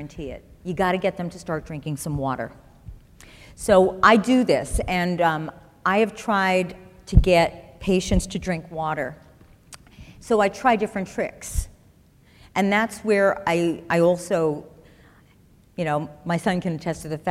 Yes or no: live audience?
yes